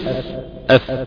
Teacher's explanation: أصول دي من فوق اللي هي المنبت، إنما الأطراف من الأمام، أطراف الثنايا العليا مع بطن الشفة السفلى · Term: حرف الفاء